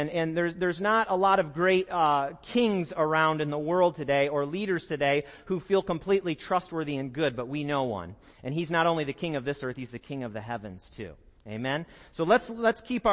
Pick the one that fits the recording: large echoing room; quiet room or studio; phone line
large echoing room